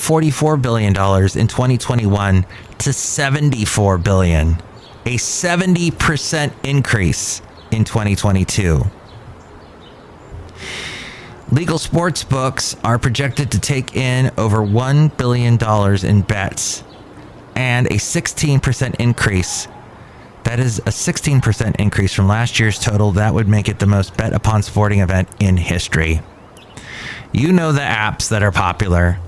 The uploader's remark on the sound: podcasts live from Cafe Anyway